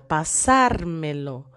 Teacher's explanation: la sílaba más fuerte es el SAR. Entonces, como es la antepenúltima, tenemos que poner acento gráfico.